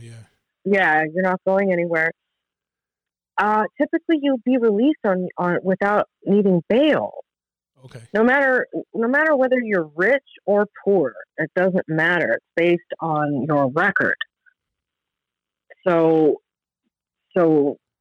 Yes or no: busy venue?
no